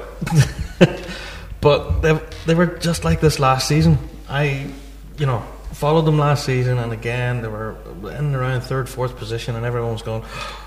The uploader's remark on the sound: BIG RAB SHOW PODCAST LIVE AT PIPING LIVE 2019.